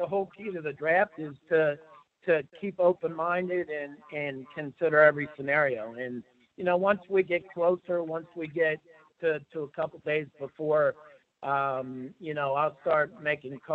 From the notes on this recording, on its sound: talks over the phone with the media